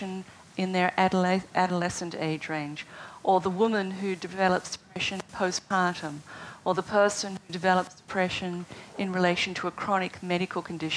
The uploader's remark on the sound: the Zócalo/UCLA event took place at the House of Sweden in Washington, D.